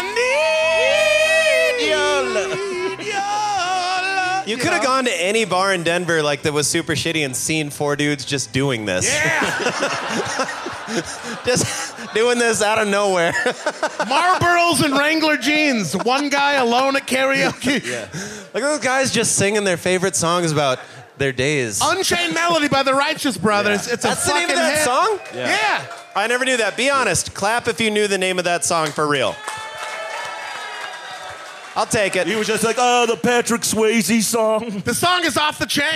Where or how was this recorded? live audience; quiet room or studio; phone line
live audience